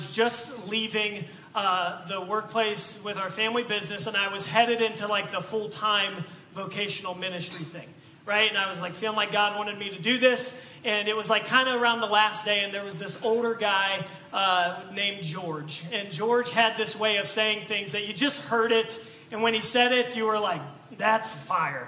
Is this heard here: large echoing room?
yes